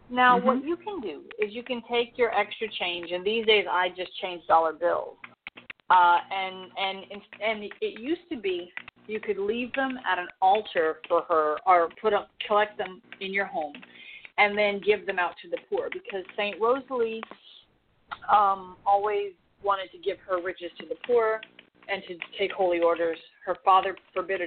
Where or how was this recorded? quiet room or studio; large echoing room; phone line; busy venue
phone line